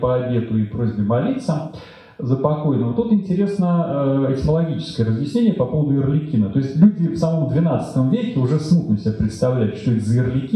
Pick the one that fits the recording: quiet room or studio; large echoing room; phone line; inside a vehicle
large echoing room